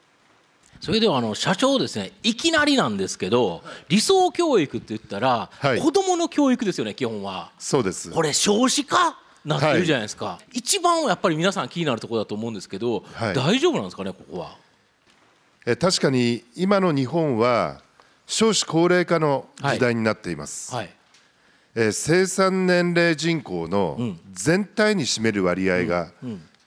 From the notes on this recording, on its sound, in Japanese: 東京・三田の建築会館ホールで行われた「ラジオNIKKEI 相場の福の神 注目企業ＩＲセミナー」